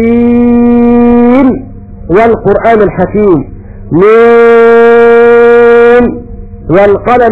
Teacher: وأما أبو جعفر قرأ بالإظهار لأنه يثبت على حروف التهجي في أوائل السور